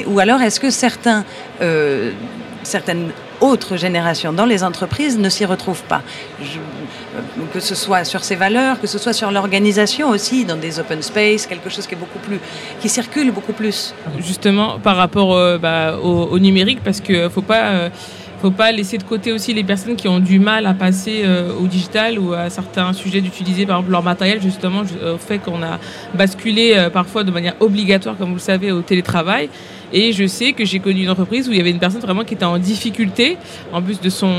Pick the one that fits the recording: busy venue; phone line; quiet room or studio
busy venue